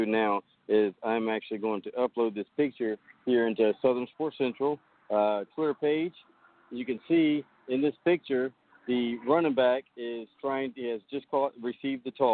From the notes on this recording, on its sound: Rolling live from Charolotte NC at the Carolina eXperience Showcase. The fellas will have live updates and interviews with players and coaches and maybe a few other who are in attendance.